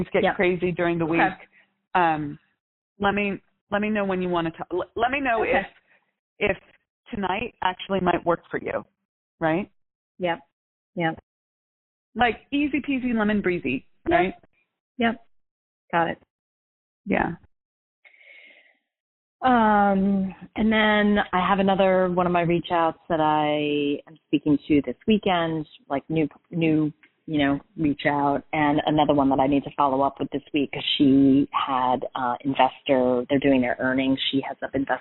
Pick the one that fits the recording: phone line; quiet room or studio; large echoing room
phone line